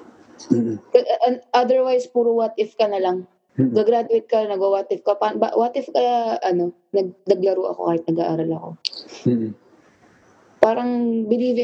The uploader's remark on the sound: via Zoom